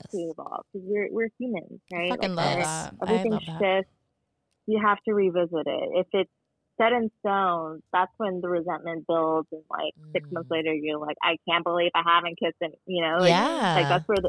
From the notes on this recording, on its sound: takes our phone call